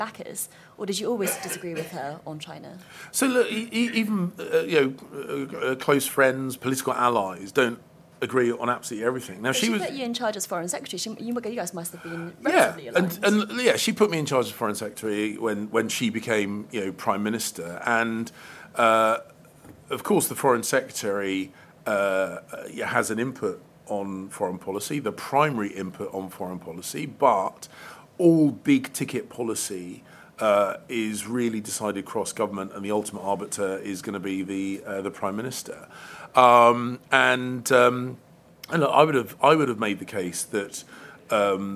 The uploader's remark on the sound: live from Conservative party conference